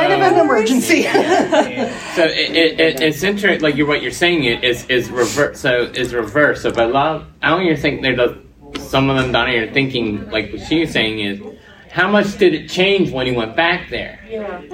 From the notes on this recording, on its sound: The Marvel Phases Panel at Farpoint Con 2023.